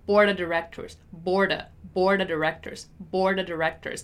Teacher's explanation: All right, I also want you to pay attention here to the pronunciation once again of the word of in the expression board of directors. When we say it fast, we're going to pronounce the of as only a. So borda, borda directors.